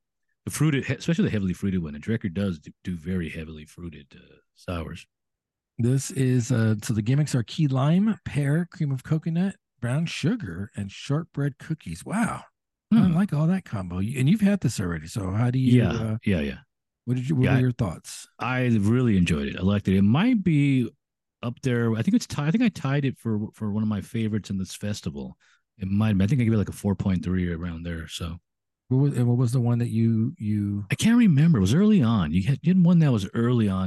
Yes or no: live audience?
no